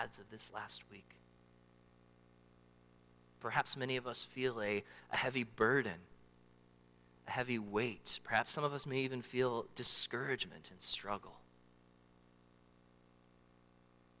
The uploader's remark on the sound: during the Morning Worship Service on Sunday, January 28, 2024, at Calvary Baptist Church in Battle Creek, Michigan